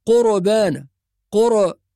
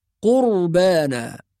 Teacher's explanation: الراء الساكنة ما فيش فيها قلقلة · Shown in: second take · لا نقول قربانا قر، هذا خطأ، قربانا.